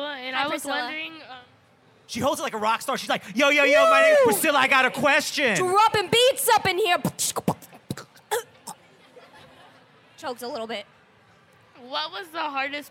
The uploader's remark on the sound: Live at VidCon